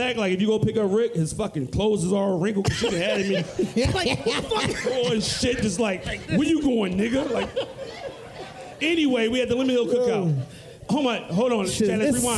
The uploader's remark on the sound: A LIVE SHOW!